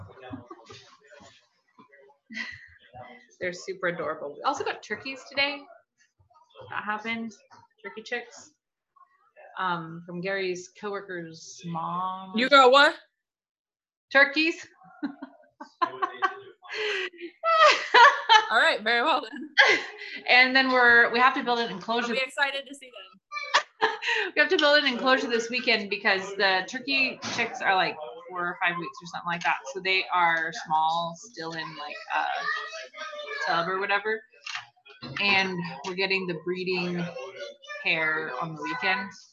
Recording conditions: background noise